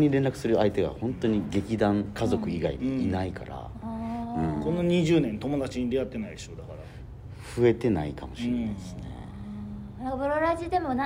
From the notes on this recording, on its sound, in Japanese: 東京公演中に、あうるすぽっとのロビーで収録しました